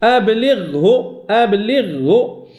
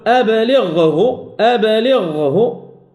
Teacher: أتأخر قليلا لأتمكن من إخراج الغين الحقيقية وإلا لو أسرعت ذهبت الغين · Shown in: second take